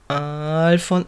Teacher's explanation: da war ja der glottale Plosiv da